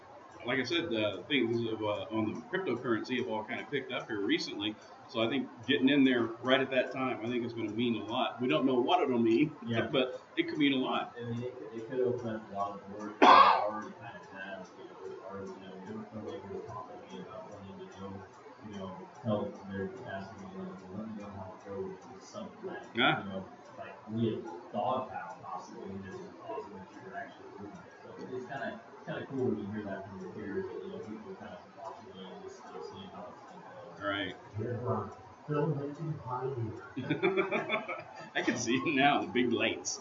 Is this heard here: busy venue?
yes